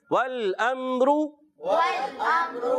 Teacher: تو قواعد کو یاد کرنا ہے، تو میم ساکن کے بعد را آ گیا، اظہار شفوی کا قاعدہ، یہاں پر بھی غنہ نہیں کرنا، را کو پر کر کے ادا کریں گے کیونکہ را پر پیش آ گئی، جب بھی را پر زبر اور پیش ہو تو را کو پر پڑھتے ہیں.